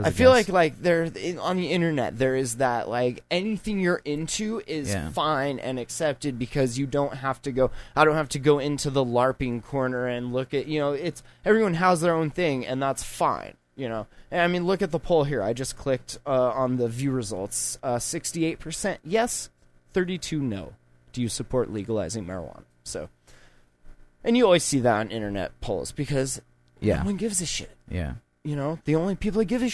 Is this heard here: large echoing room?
no